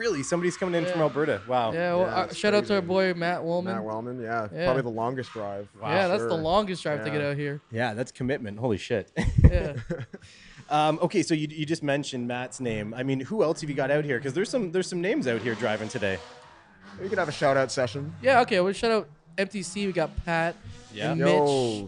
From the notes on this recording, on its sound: I'm live on location at Drift Jam